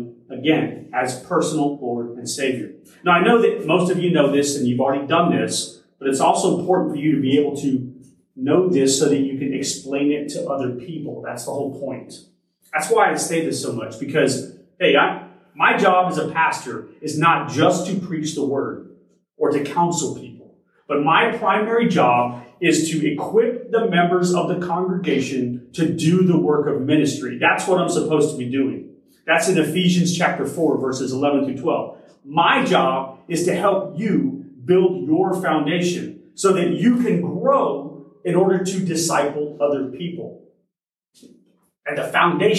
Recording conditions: large echoing room